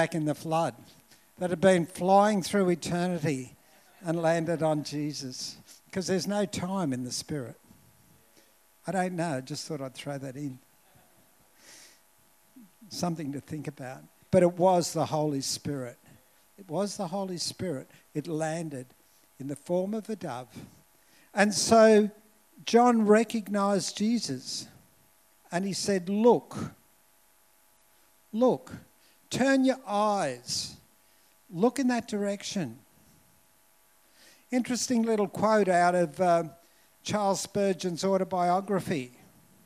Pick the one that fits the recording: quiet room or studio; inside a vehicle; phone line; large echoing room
large echoing room